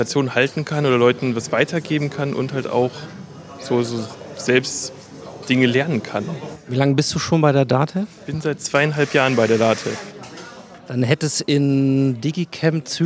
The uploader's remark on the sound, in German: Impressionen vom ersten Tag des 13. Digicamp, 15. November 2023, DATEV IT Campus, Nürnberg